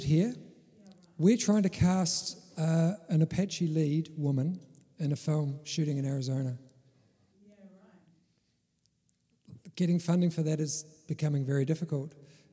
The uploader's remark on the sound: Special Presentation IMFF in San Diego. Episode 145 is a bit of a first bringing you a part of our in-person film festival.